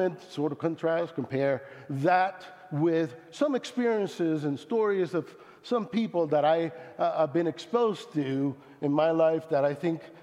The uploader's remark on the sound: Speaking at South Sub Christian Church Littleton CO